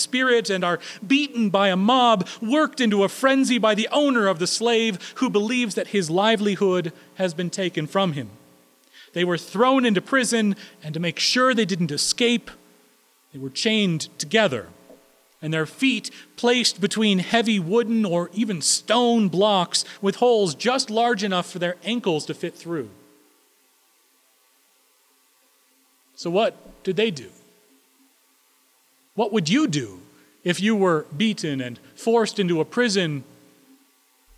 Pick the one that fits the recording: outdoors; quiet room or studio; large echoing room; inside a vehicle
large echoing room